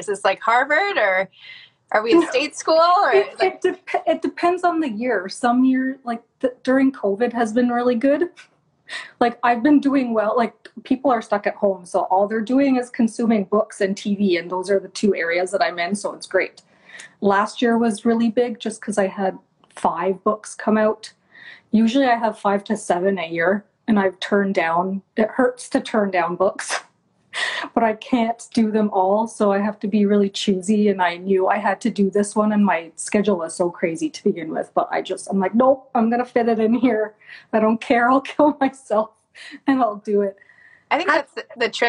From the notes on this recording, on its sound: Over IG Live.